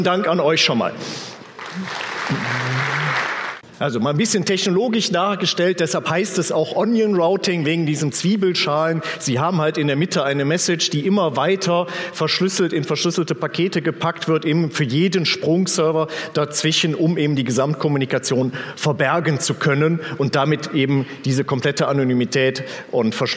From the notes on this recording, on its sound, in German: Auf dem Magenta Security Kongress 2018.